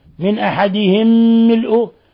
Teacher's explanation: قوله تعالى من أحدهم ملؤه، ميم ساكنة جاء بعدها ميم متحركة، أضغمنا الميم الأولى في الميم الثانية فصار حرفا واحدا مشددا · Term: الإضغام